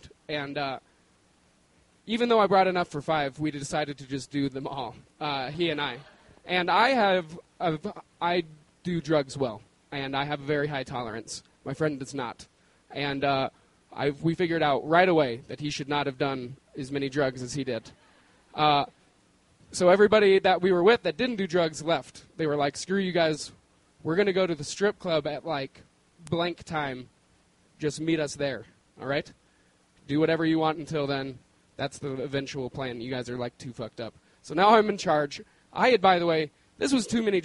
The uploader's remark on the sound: The stories were recorded on January 17, 2013 at our beloved Deer Pile in Denver, Colorado.